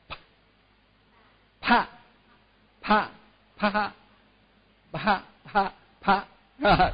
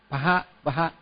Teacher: Nhưng mà khi pha đó, pha thì nhớ là mình ngậm miệng lại rồi mình mới pha pha pha pha pha pha, tức là nó có cái dòng môi rồi mình mới là. Nhưng mà trong đó là chữ bờ trước rồi mới ha